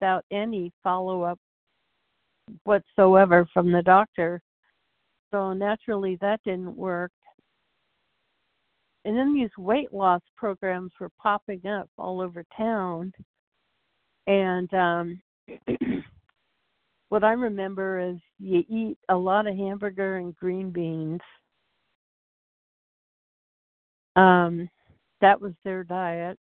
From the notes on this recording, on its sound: from the 100 Pounders Phone Meeting, 2/12/24.